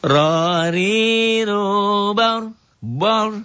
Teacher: Ro-nya tafhim karena sebelum ro mati baris di atas.